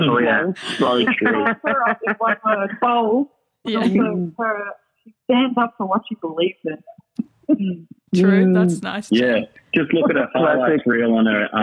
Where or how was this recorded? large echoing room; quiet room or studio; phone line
phone line